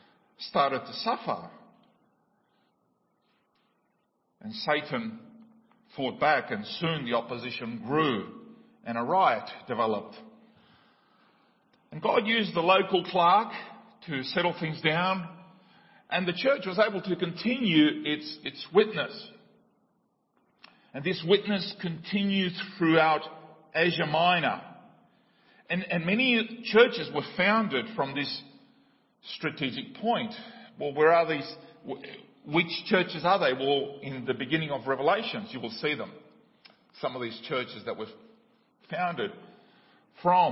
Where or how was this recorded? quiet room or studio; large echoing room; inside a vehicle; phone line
large echoing room